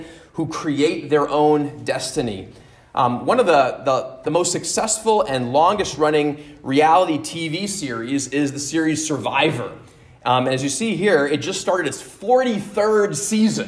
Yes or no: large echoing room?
yes